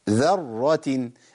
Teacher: الذال مرققة والراء مفخمة والتاء المربوطة مرققة